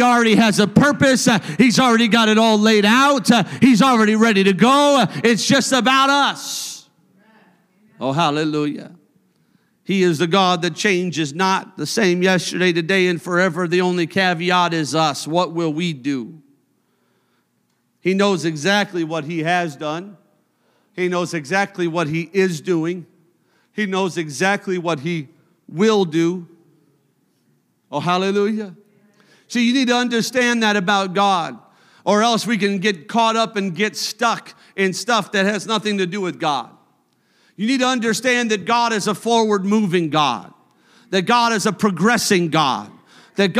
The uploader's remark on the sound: a service recording from Connect Point UPC